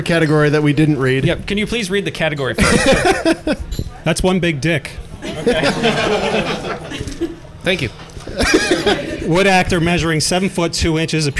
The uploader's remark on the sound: A live 1 on 1 from Boston. Thank you to all of you who were able to attend our first live recording!